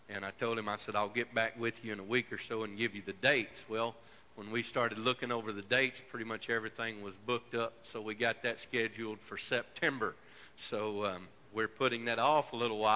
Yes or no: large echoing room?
yes